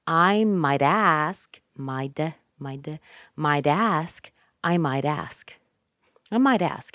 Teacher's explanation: And now we put it with ask. We're going to connect that T with the A. Soften the T.